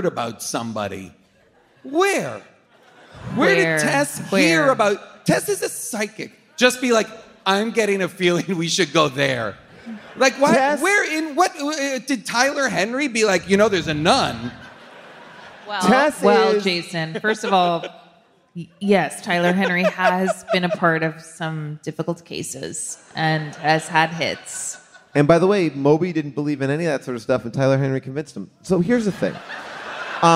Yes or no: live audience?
yes